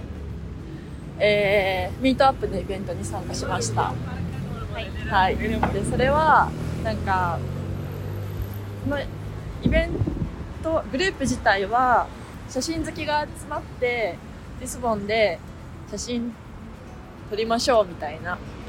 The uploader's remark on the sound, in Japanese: 10月末のリスボンは少しずつ寒くなってきました。歩きながらのお散歩フリートーク。